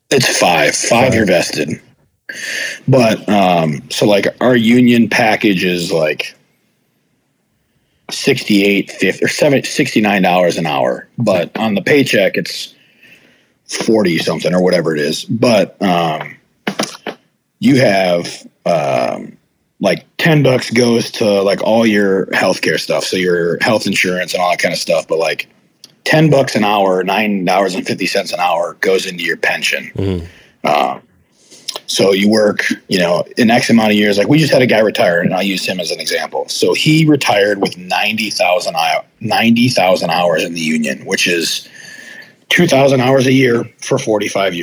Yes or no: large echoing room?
no